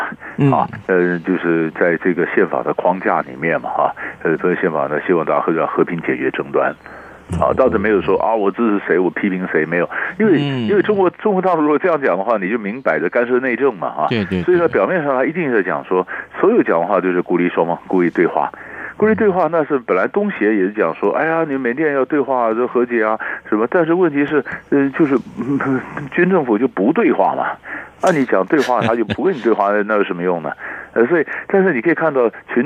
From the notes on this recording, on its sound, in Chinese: 連線訪問